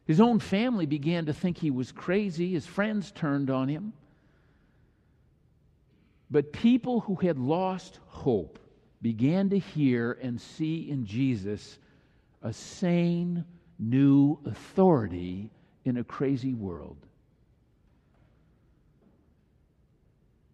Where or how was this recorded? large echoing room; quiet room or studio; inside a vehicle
large echoing room